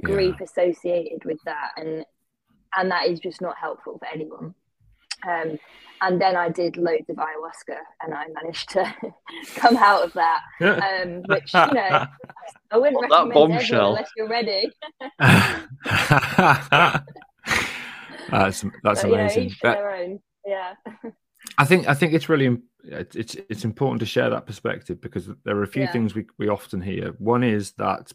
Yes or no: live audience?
no